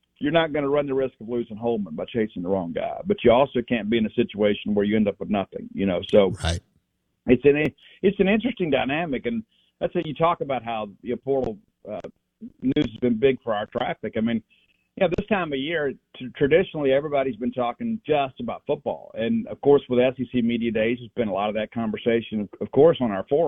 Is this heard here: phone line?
yes